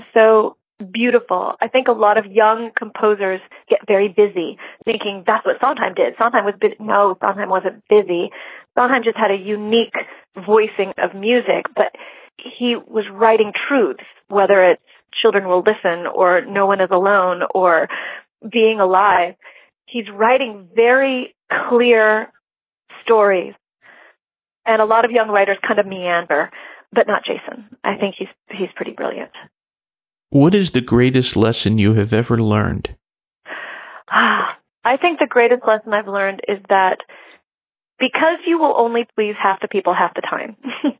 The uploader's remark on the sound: This was a telephone interview, or as they say in the biz a phoner.